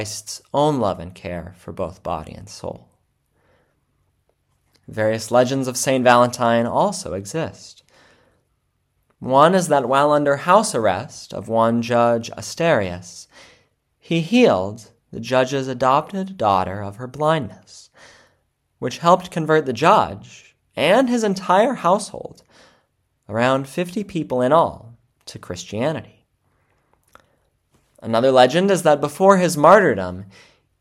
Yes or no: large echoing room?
yes